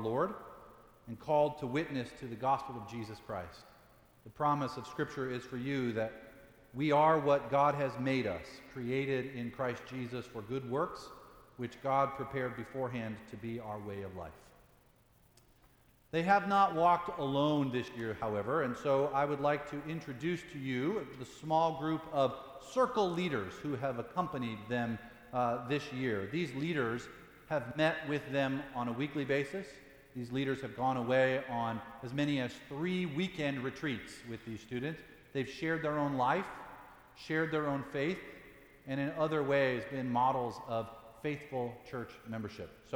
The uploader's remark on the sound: Sermon preached at Fourth Presbyterian Church for Pentecost, 2018, also Confirmation Sunday.